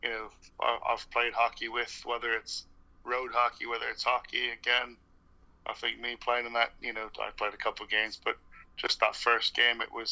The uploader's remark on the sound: Calls from the UK.